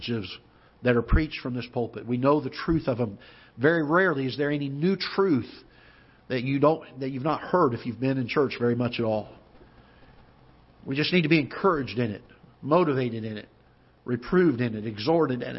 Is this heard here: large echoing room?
yes